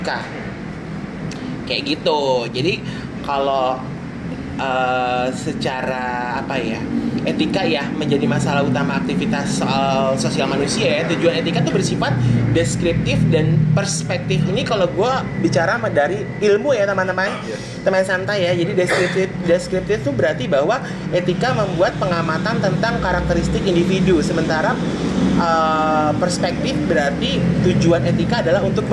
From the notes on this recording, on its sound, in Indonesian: Ngobrol Tentang Etika dan Etiket dengan Backsound Jalanan.